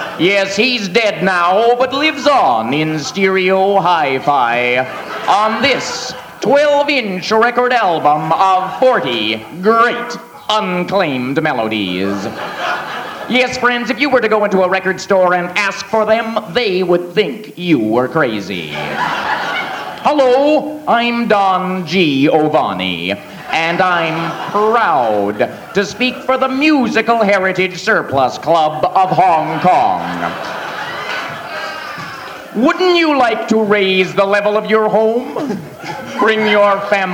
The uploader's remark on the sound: Live At The Ash Grove